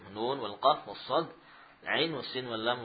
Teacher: Dibaca dengan mad lazim harfi, yaitu dengan enam harakat.